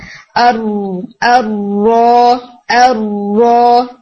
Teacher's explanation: بہت زیادہ آپ نے تکرار نہیں کرنی ار کر کے، یعنی بہت زیادہ ریپیٹیشن نہیں ہونی چاہیے. اور مجھے لگتا ہے کہ شاید ریپیٹیشن جتنی زیادہ ساؤنڈ میں ہوتی ہے وہ ویک ہٹ کی وجہ سے ہوتی ہے، آپ نے بہت ویک ہٹ نہیں دینا، تھوڑا سا آپ اس کو اسٹرانگلی ہٹ کریں.